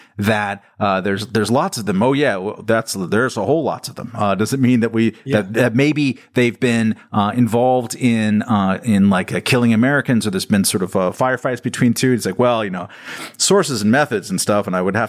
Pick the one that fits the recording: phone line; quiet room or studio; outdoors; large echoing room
quiet room or studio